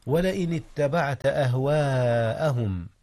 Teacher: مد الألف متصلا حيث وقعت قبل الهمزة في كلمة واحدة. ولئن اتبعت أهواءهم بعد الذي جاءك. · Term: المد المتصل